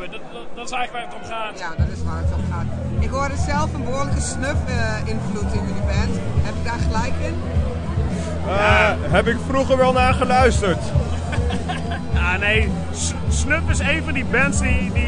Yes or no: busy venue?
yes